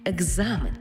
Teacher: Тому слово написано через «К» і «З». А в транскрипції і у вимові будемо чути «Г» і «З»